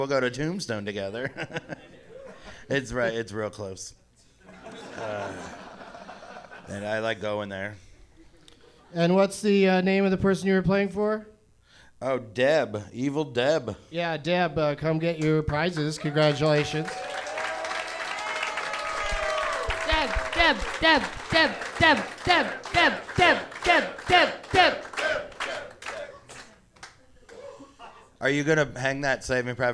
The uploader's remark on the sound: Live from Go Bananas Comedy Club in Cincinnati